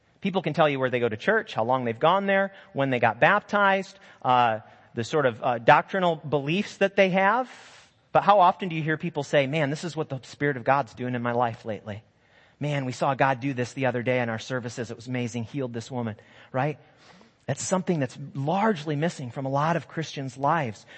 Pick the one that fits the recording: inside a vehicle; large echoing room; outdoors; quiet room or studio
large echoing room